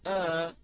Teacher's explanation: لأني عندما أقول آ بمقدار حركتين، هذه يعني ألف مدت مدا طبيعيا أصليا حركتان · Term: المد الطبيعي